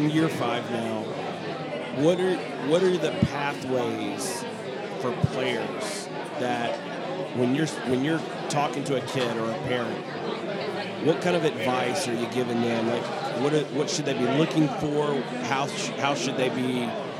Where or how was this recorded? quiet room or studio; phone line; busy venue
busy venue